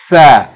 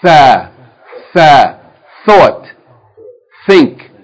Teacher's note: And the bottom edges, the top side of the tip of the tongue, the top of the tip of the tongue, touching the bottom edges of the two top incisors, yani the two top upper front teeth. So the top side of the tip of the tongue is going to come out, and it's going to touch the upper two front teeth